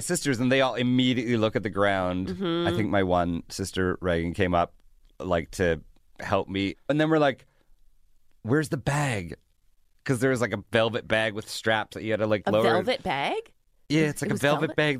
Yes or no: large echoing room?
no